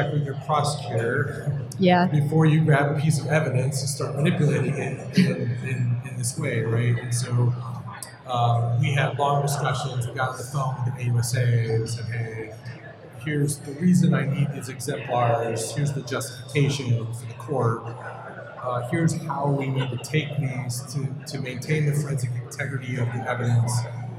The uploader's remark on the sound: live on stage at the Magnet User Summit in Nashville.